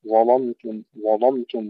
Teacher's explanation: وعند تفخيم اللام لورش يجب أن نفخم اللام نفسها